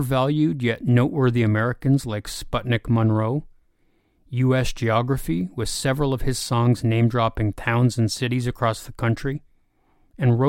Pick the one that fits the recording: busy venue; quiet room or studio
quiet room or studio